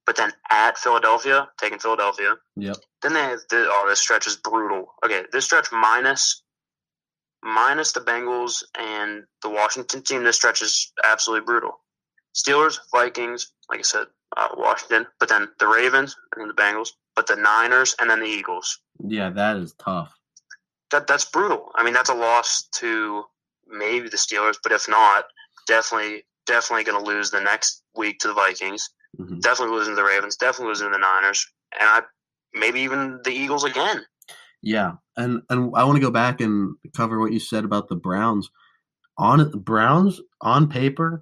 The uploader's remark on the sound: over the phone